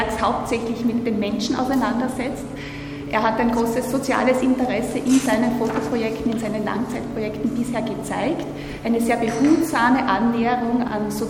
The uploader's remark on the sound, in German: In der Sendung zu hören ist ein Ausstellungsrundgang mit den Künstlern und Kuratorinnen. An dem Nachmittag in der Landesgalerie ist neben dem Gespräch auch ein Vortrag zur Fotoserie zu hören.